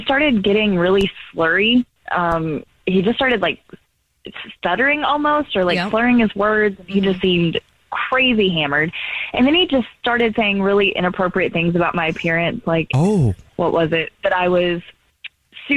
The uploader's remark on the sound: We get that other person on the phone